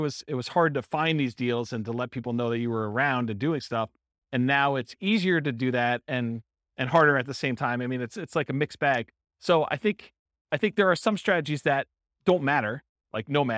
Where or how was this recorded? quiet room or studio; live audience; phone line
live audience